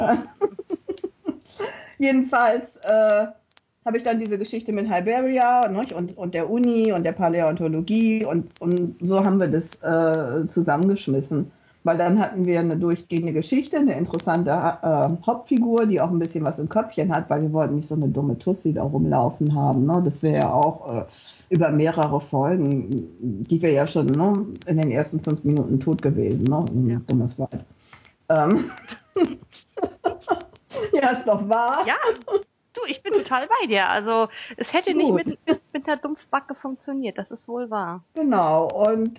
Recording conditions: video call